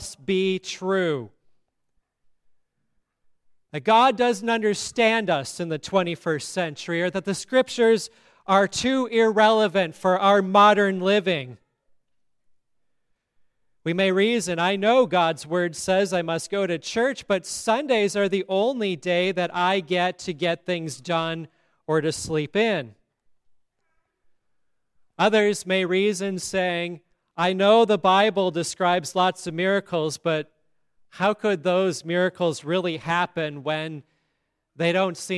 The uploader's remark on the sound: the Easter Service at Grace Lutheran Church, Lexington, MO.